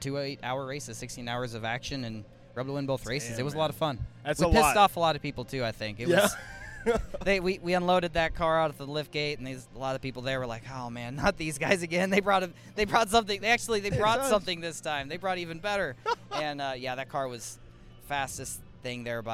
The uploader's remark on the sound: Garage Talk LIVE and in-person from Daytona International Speedway during Next Gen Testing